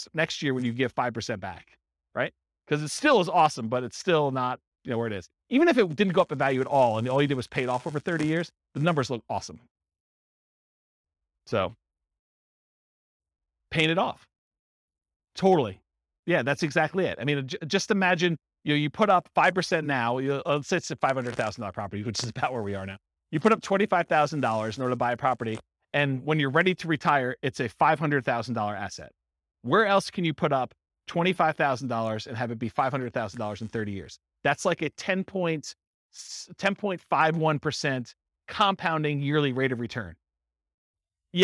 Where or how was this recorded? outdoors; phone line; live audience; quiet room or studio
live audience